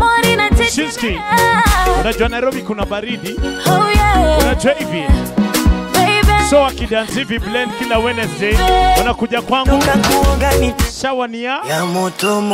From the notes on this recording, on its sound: Live at Blend Nairobi 2019.